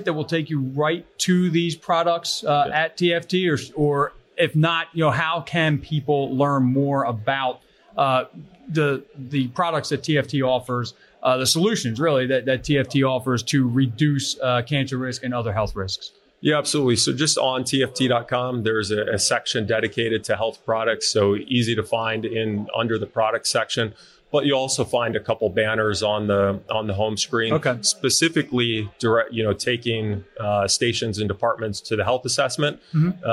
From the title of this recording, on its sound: Live at FDIC